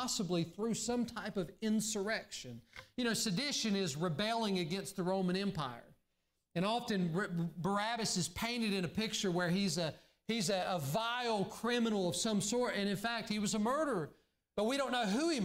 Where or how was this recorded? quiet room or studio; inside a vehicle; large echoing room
large echoing room